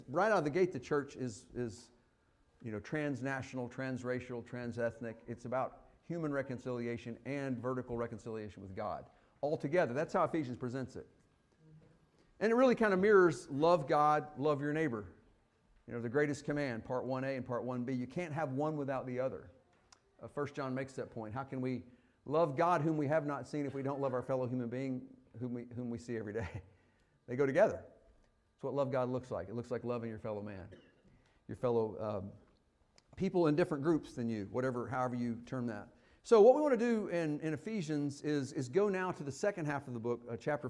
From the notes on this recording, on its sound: Fuquay-Varina church of Christ sermon audio